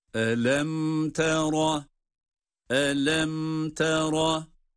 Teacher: Yani mimi sakin, cezimli mimden sonra ta harfinin gelmesiyle bir izhar oluşmakta. Dolayısıyla tutmayıp arayı açmadan da, bakınız arayı açmadan derken burada yani sekte yapmadan her bir harfi açık açık okuyarak devam ediyoruz.